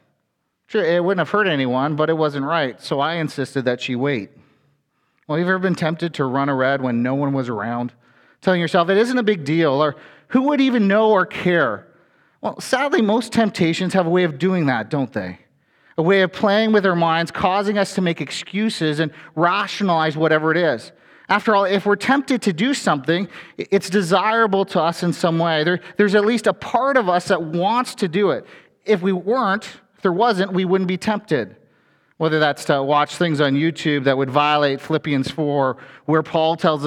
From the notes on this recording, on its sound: A sermon from FBC Church in Cobourg,